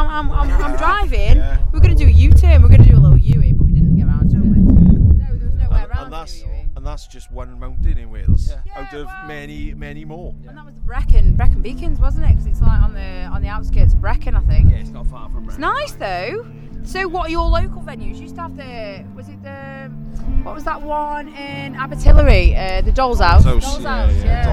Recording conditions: wind noise